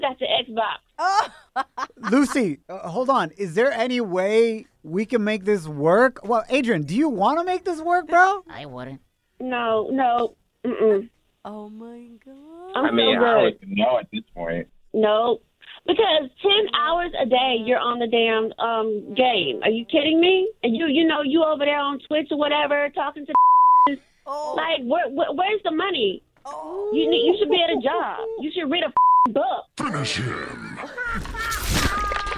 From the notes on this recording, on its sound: we opened up the phone lines